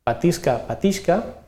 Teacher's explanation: Doncs l'Institut d'Estudis Catalans proposa que és admissible en l'àmbit restringit pronunciar amb SK o bé amb palatal més K l'increment dels verbs de la tercera conjugació